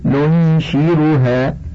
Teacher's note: ويقرأ بضم النون وكسر الشين